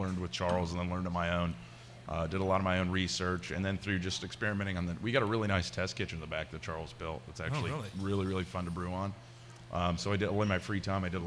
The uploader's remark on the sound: Live At Bad Tom Smith